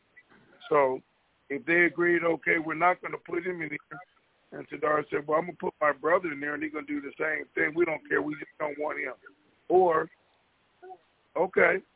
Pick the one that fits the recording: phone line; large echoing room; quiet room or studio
phone line